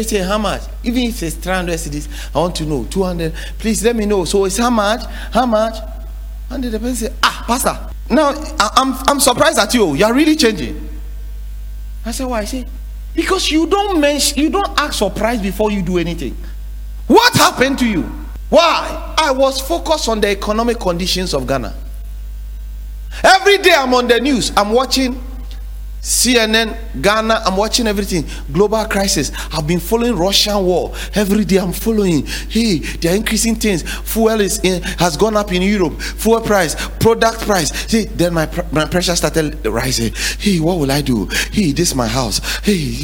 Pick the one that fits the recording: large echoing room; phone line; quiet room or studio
large echoing room